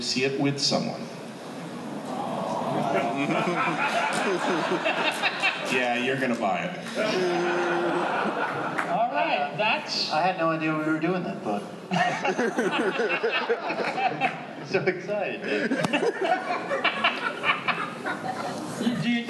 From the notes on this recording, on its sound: New York Comic-Con ’13. Then they feature exclusive audio from the Superior Spider-Man and Friends panel with commentary.